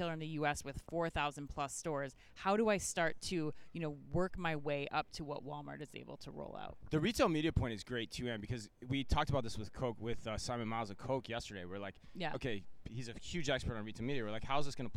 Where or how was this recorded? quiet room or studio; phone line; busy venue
busy venue